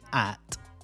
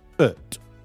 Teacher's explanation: So what happens is, in a word which has been made weak, so like we said before, function words, the vowel sound generally changes, usually changes, into the schwa · Shown in: second take